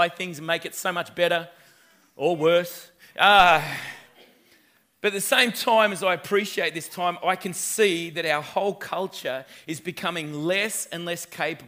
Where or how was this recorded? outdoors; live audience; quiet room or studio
live audience